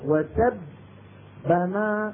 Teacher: الباء الأولى الساكنة هنا خرجت بالتصادم بين طرفي عضو نطقي